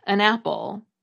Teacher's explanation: According to the Oxford English Dictionary, it comes from the Old English word for one, which was pronounced something like on. However, when the word wasn't stressed, the ah vowel was shortened, so that an was pronounced more or less as un